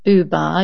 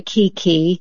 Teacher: when you say Buba, your mouth is making more rounded shapes, whereas when you say Kiki, the mouth is not making round shapes